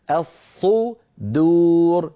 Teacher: الصدور بتفخيم الصاد وترقيق الدال، ولا نقول الصدور، الصدور، ولا نفخم الدالة حتى تصير شبه ضاد.